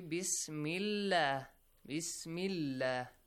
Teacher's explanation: So if you join together, Hamzatul Wasl will be skipped.